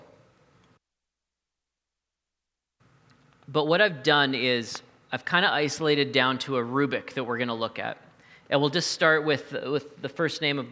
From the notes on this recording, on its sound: recorded at the Saturday Night Church venue of The Neighbourhood Church in Saskatoon Saskatchewan.